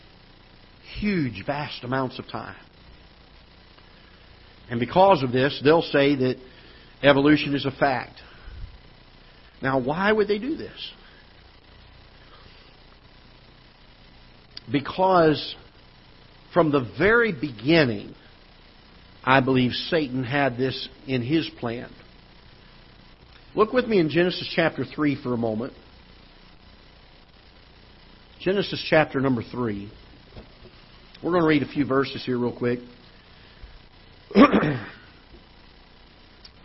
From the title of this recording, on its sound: Ketha Heights Baptist Church ~ Live Broadcast